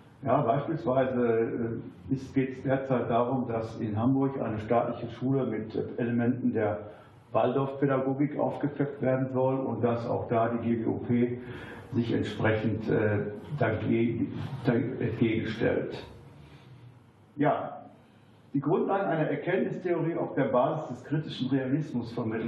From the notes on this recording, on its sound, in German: In seinem Vortrag im Unperfekthaus in Essen.